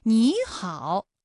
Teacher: 214+214直接演变成了35+214 · Term: 三声的变调